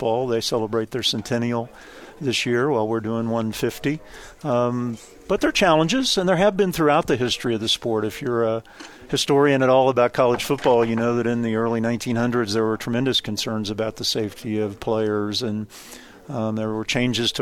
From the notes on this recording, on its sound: joined the show at BYU Media Day